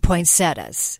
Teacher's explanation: we drop that extra syllable because it's French